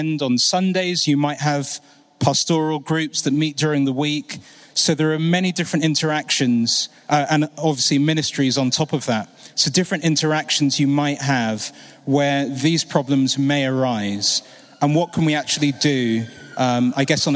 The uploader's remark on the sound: Keynote from the Mind and Soul "Running On Empty" conference.